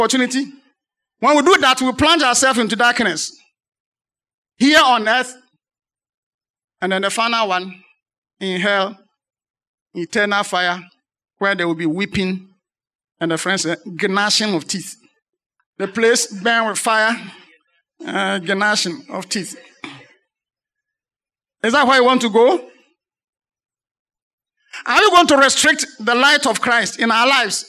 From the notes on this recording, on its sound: Sermon preached at CBC Shiashie Campus